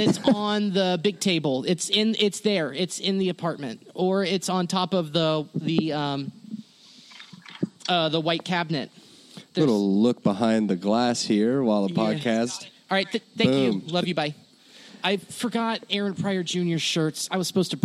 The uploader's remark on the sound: Live From the Go Bananas Parking Lot